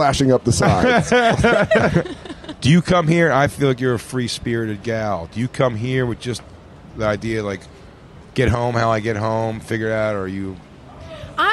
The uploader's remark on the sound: Live from Jones Beach